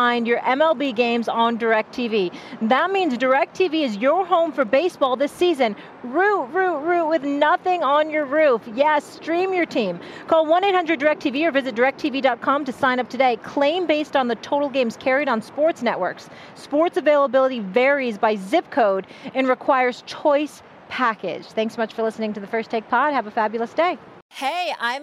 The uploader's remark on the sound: live from the Super Bowl in Las Vegas